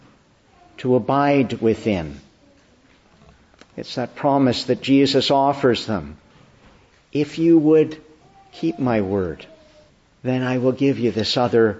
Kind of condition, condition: setting, large echoing room